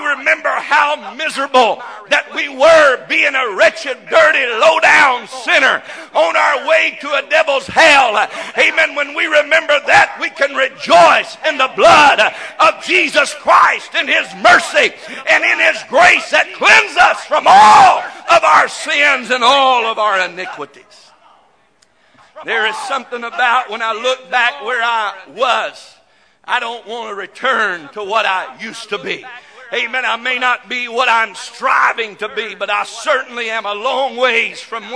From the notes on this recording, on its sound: This message broadcast live from First Pentecostal Chuch of Silsbee Texas.